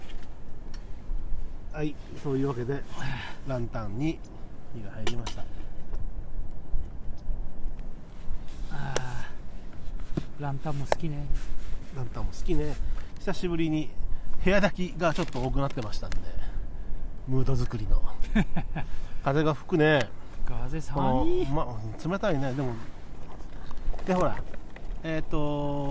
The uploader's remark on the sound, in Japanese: いつもの水辺で収録です